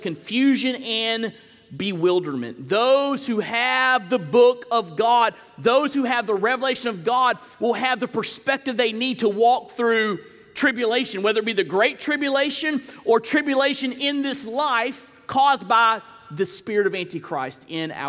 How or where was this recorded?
large echoing room